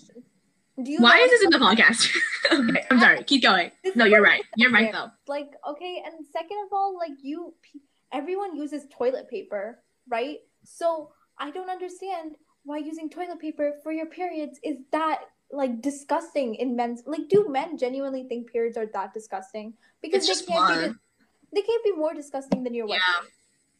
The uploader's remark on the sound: Please excuse the flute noises and any awkward cuts.